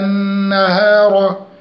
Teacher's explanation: الراء مفخم الراء لأنها مفتوحة